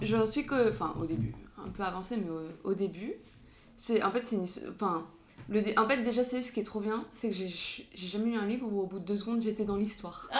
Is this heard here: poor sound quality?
yes